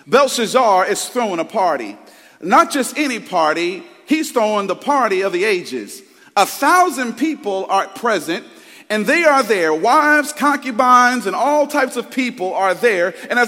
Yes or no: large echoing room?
yes